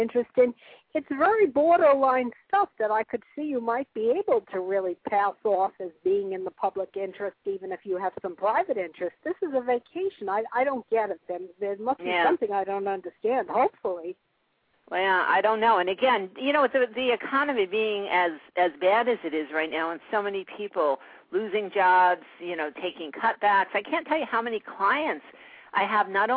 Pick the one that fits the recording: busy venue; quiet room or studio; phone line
phone line